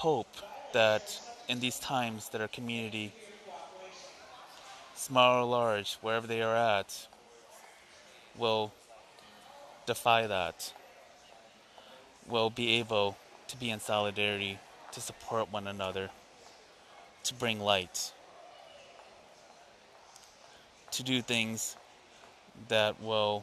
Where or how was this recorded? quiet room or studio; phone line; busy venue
busy venue